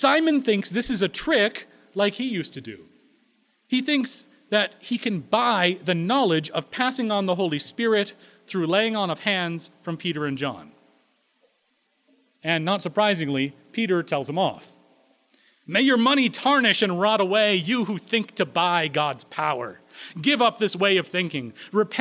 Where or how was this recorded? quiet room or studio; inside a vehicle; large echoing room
large echoing room